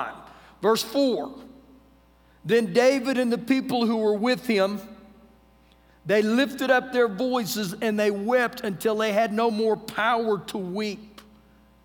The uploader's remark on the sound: Recorded live during our Wednesday night service